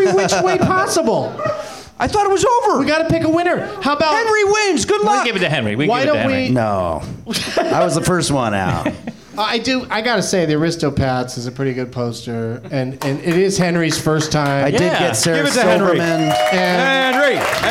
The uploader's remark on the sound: Live from the NerdMelt Showroom in LA.